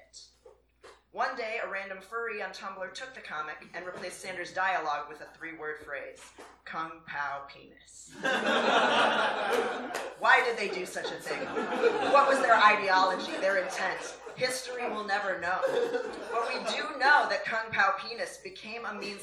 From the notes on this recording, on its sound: The Skewer at Lit Crawl 2018. The best of Chicago's live lit scene.